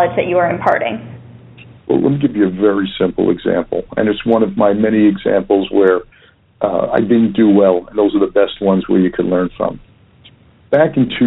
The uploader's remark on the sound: Phone Interview